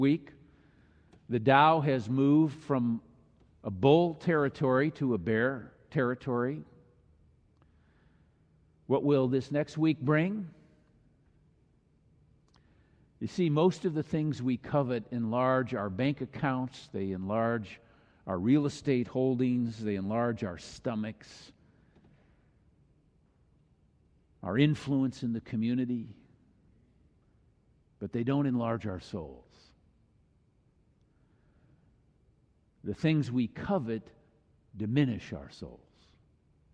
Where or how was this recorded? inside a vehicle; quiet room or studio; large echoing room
large echoing room